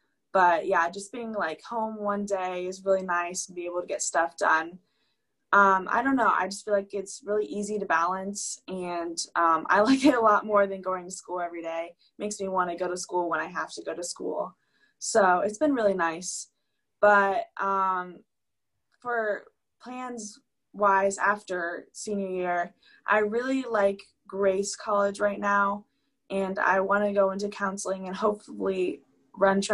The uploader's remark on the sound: We literally did a zoom call from 2 different rooms in the house.